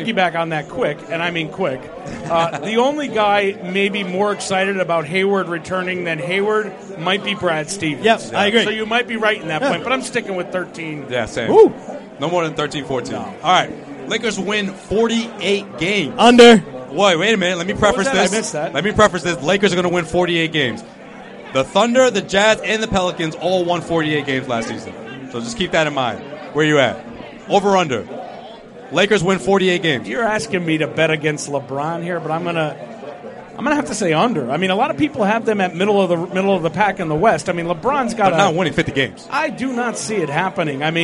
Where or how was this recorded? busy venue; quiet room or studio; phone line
busy venue